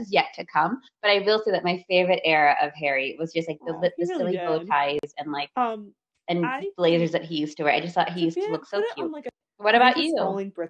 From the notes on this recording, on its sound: We would apologize for all technical glitches